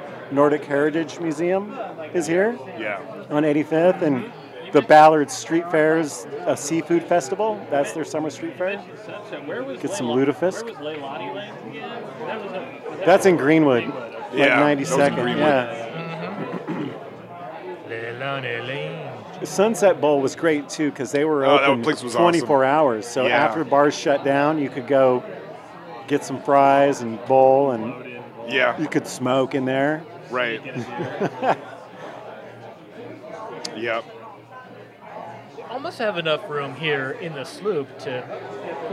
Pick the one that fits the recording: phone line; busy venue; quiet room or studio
busy venue